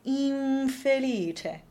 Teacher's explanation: An N before a B, P, or M can become just a regular phonetic M, like in the case of umbeldi, while an N before F or V can become the very fun M with the hook on the right, where the lower lip and the top teeth meet, like in the word infelice.